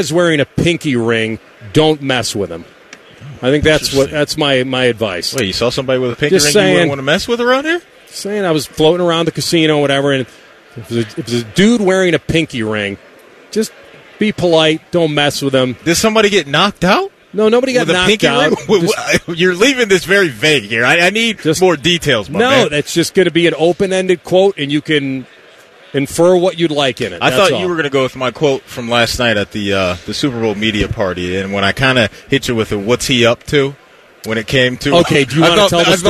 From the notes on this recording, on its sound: Live from Radio Row in Vegas!